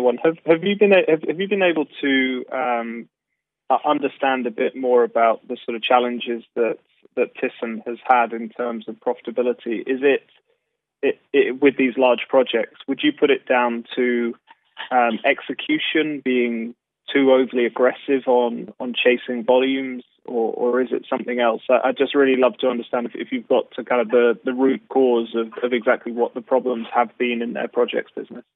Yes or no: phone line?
yes